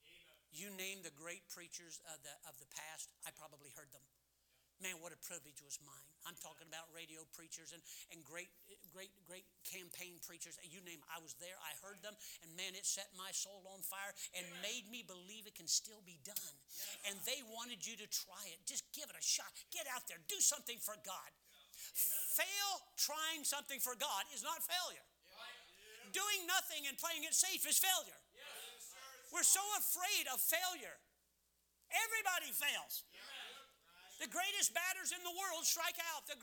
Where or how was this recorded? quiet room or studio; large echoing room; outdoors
large echoing room